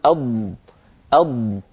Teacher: الاستطالة جريان اللسان نفسه، اندفاع اللسان إلى مقدم الفم. ما عندنا في اللغة العربية حرف إلا الضاد يتحرك المخرج أثناء نطق الحرف. لما نقول أض، طبعا أنا أبطئ العمل، هو العمل أسرع من هذا، لكن أنا أبطئه حتى أشرحه لكم.